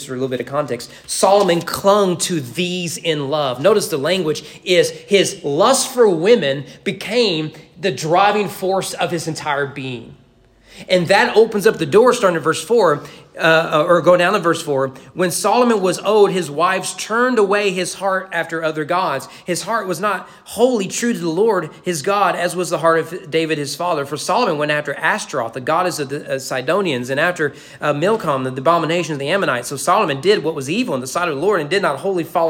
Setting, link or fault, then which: setting, large echoing room